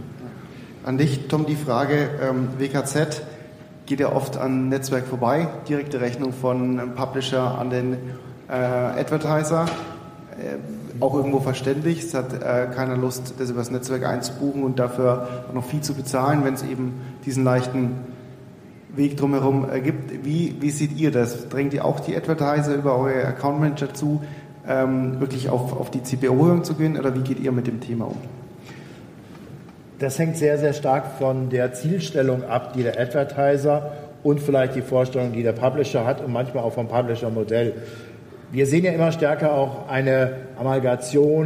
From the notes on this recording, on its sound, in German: Die zweite Aufnahme live von der großen Bühne.